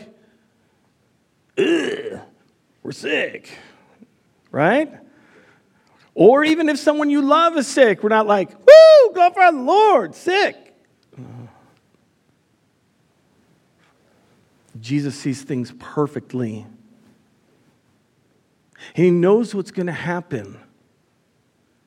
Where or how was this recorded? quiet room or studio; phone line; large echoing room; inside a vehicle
large echoing room